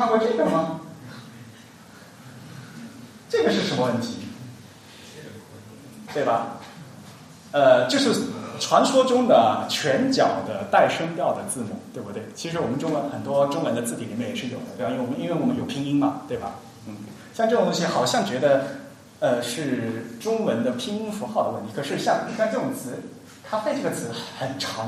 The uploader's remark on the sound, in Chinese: 沙龙在上海同济大学设计创意学院举办。今日播出现场录音，以飨未能到场的听众。